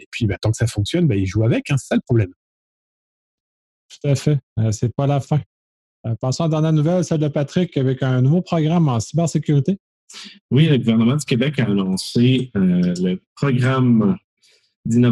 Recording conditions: video call